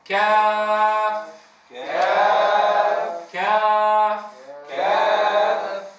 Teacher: من أقصى اللسان مع ما يحاذيه من الحنك اللحمي والعظمي · Term: الكاف